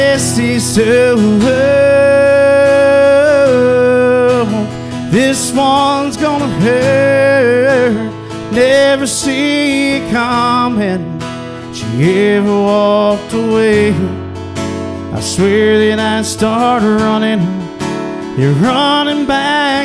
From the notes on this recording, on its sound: Recorded live at The Lake House.